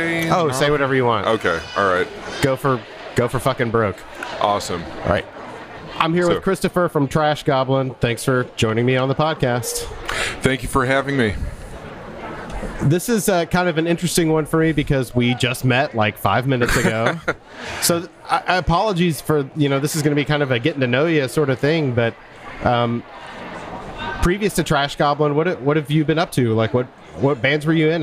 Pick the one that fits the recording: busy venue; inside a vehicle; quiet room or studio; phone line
busy venue